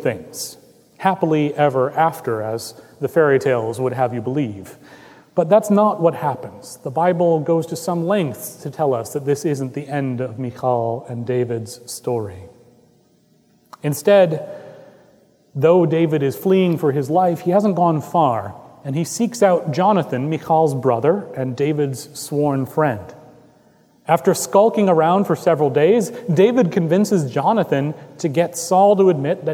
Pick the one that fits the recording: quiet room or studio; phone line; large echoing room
large echoing room